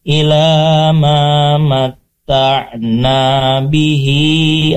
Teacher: ma yang pertama dibaca dua harokat karena ada alif